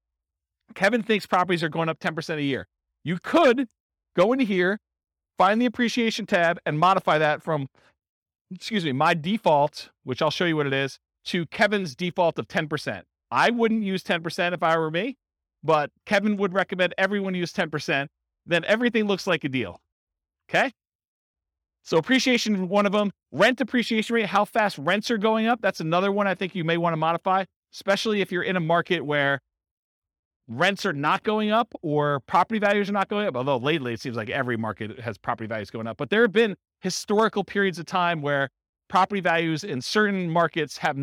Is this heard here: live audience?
yes